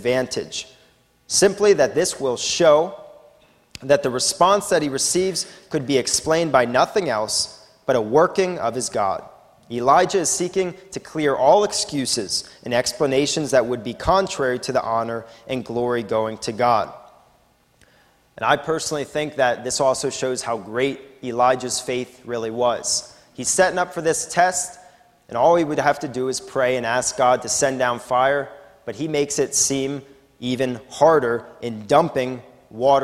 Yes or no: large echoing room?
yes